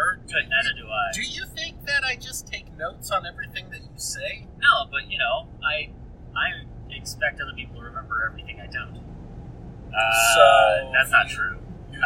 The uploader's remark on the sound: In an audiographically catastrophic episode, the boys answer a viewer question about rumination while driving back from their trip to Portland.